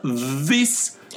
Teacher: То есть вы делаете звук з, только не о верхнее небо, а о передние зубы.